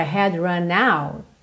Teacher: Eu também não marquei o T do out. Se eu quiser, eu posso dar uma marcadinha.